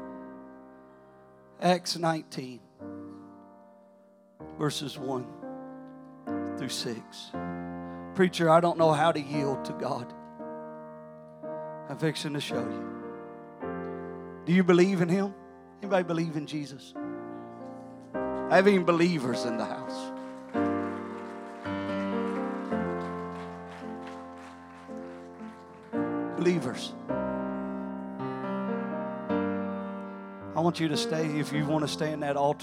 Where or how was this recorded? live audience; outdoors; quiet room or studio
live audience